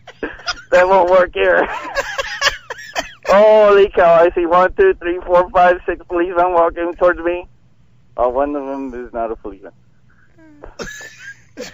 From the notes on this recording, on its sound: calls into the show while walking out of a concert